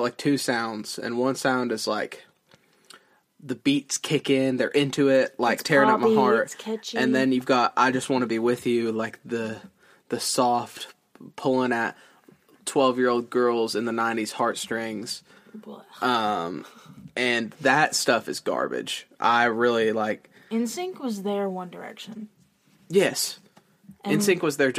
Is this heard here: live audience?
no